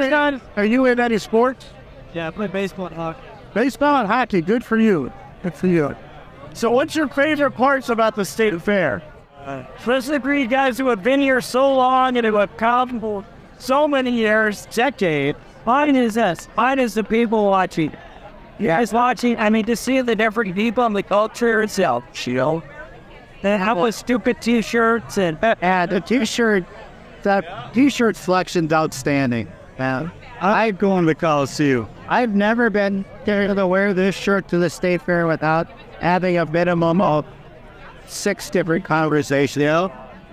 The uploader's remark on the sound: Live from the MN State Fair